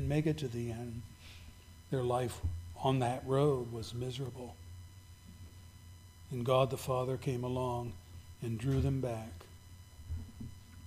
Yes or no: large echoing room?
yes